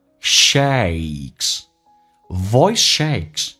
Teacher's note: 来看一下 shake a 这个发音，打开口腔 a，再发 e 这个发音